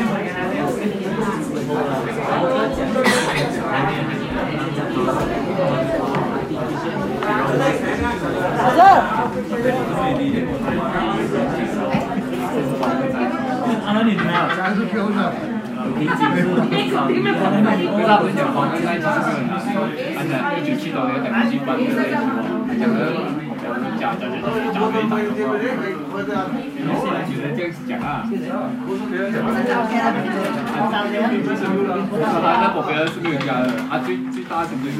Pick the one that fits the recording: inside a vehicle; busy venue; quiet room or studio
busy venue